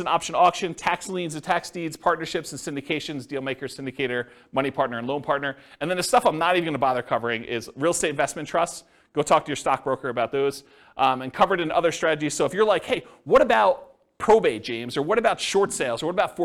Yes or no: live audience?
yes